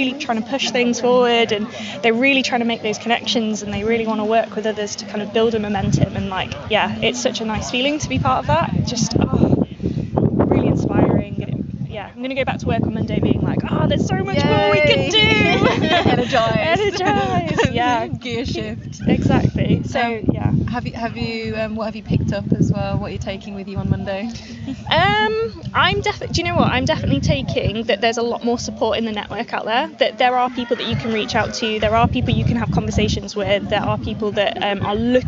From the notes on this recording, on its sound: Throughout the episode we have included a collection of short interviews from participants and audience members at the festival.